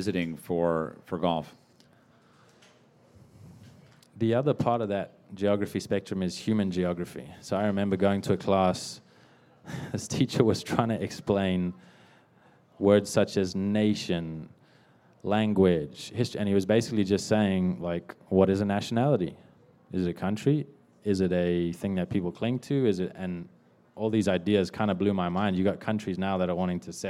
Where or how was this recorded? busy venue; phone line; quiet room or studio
busy venue